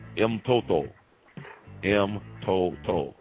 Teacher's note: The nasal stops are pronounced as separate syllables when they appear before a plosive.